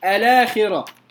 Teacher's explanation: فهذا مد بدل لكن الهمز فيه غير بالنقل، غير الهمز بالنقل، لم يعد الهمز على صورته المحققة · Term: الهمز المغير